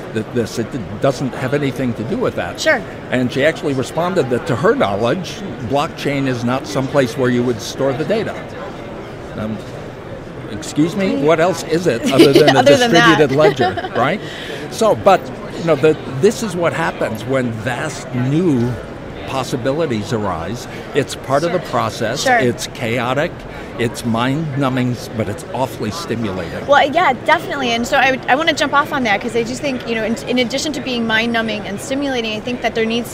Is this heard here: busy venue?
yes